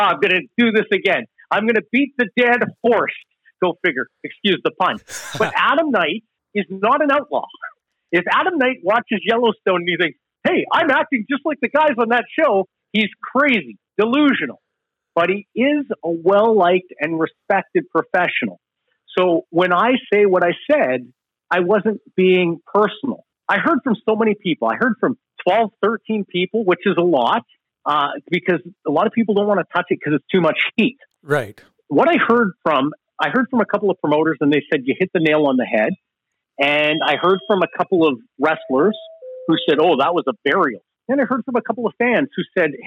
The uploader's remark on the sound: joins the show from a remote location on the phone